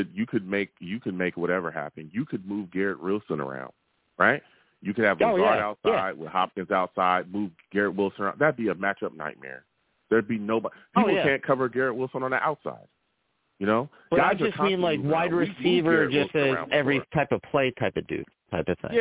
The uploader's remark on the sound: I take live callers!